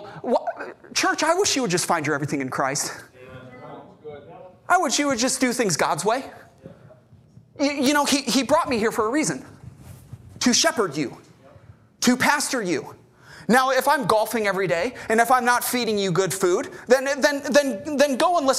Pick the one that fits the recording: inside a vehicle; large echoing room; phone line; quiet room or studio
large echoing room